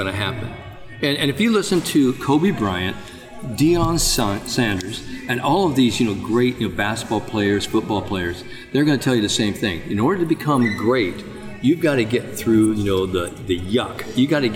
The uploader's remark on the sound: live at the PGA Show